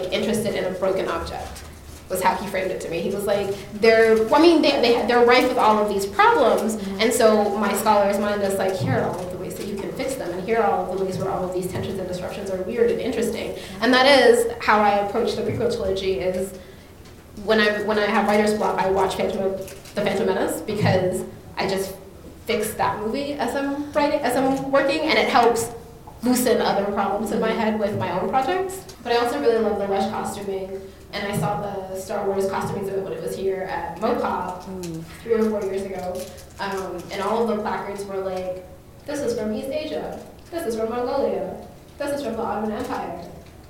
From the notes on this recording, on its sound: This episode is audio from the March 2019 event at The University Bookstore in Seattle, Washington.